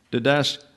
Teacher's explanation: Didacticos, emphasize the last syllable.